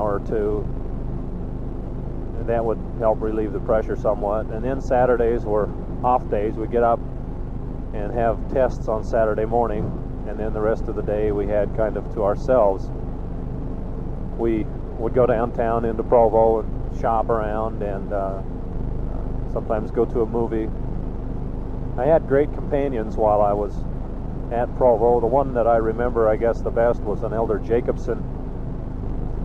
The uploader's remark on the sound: Driving to work. Poor audio quality.